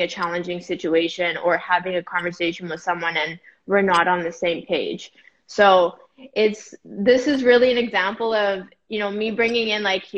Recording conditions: video call